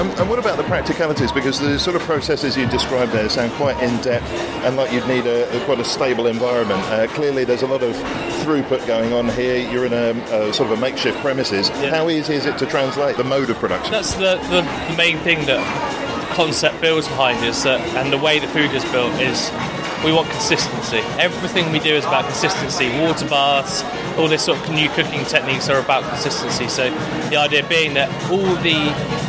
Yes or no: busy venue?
yes